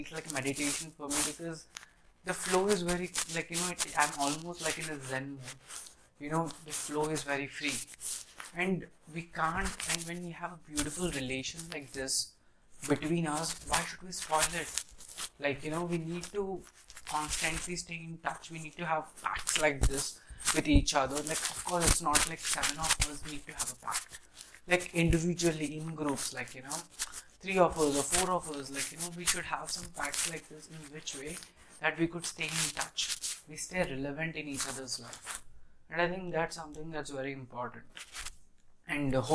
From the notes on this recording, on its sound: pardon my background noise